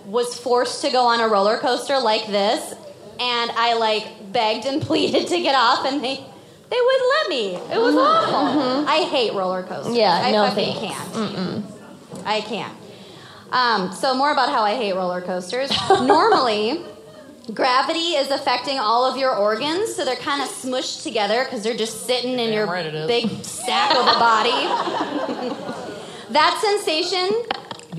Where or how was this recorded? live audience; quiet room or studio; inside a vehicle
live audience